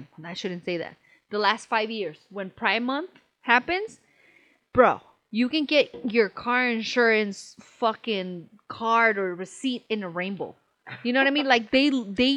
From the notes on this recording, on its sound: Sorry about the audio